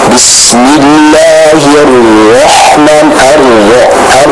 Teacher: Itu adanya pengulangan atau adanya getaran pada huruf ra tersebut. Contohnya, Bismillahirrahmanirrahim.